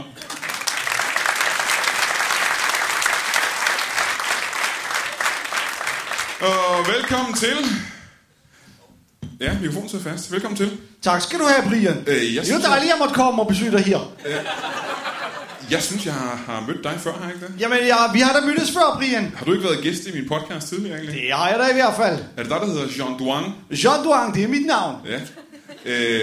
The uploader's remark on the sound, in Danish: LIVE fra Fermaten i Herning